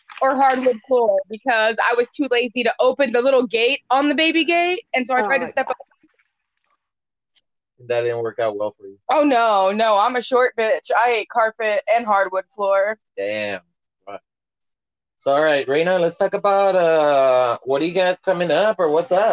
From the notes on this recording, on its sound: First phone interview